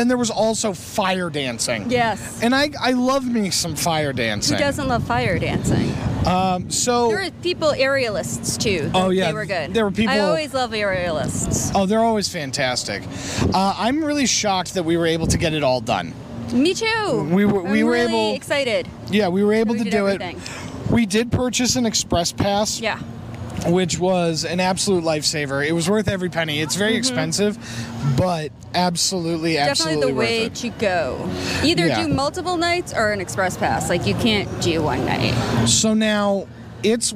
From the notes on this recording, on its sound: recording live from Halloween Horror Nights at Universal Studios, Orlando Florida!